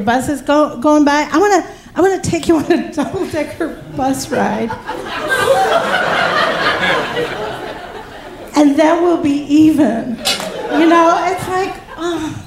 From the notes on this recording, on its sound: Live From Philly 3! Show in Philadelphia presented by First Person Arts.